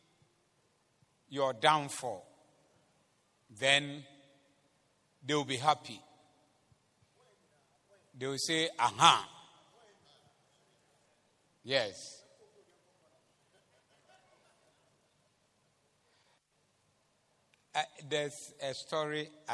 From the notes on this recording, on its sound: Preached at the Zeloo Service